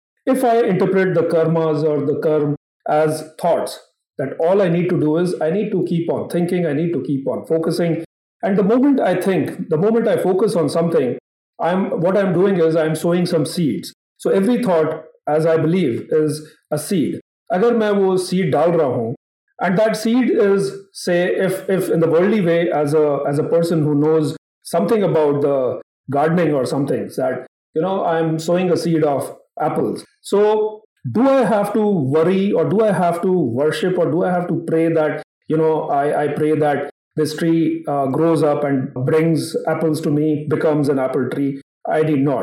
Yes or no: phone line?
no